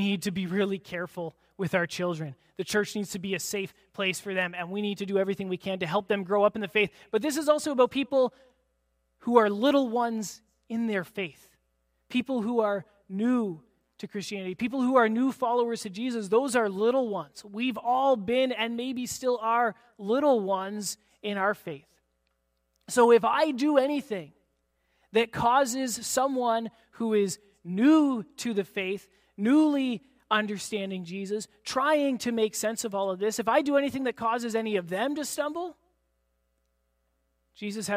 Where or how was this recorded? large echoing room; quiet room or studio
large echoing room